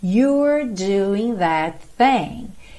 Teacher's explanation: você tem you're com a língua enrolada